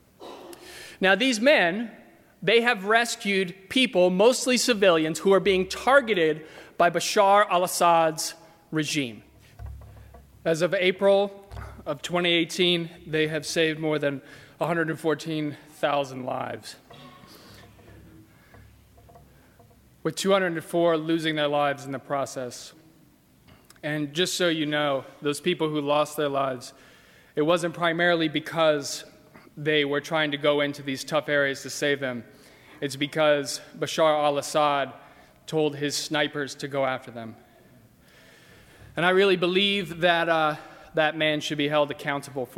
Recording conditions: large echoing room